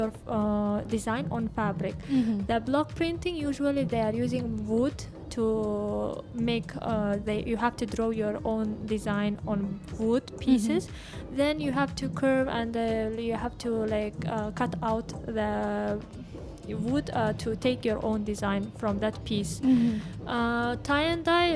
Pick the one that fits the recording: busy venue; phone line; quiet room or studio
busy venue